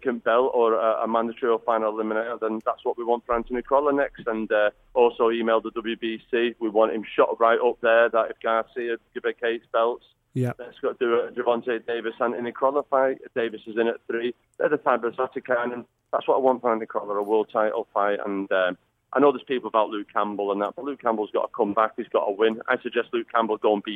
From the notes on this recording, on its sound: is on the phone